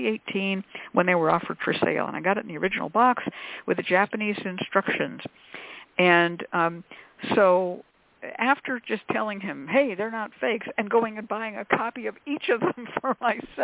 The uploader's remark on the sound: The Lucky Mojo Hoodoo Rootwork Hour is a real, live call-in show. Via ZOOM!